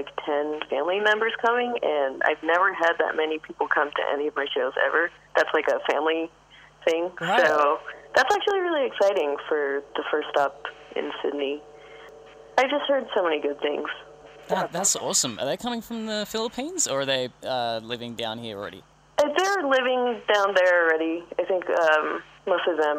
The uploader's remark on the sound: hosts a phone interview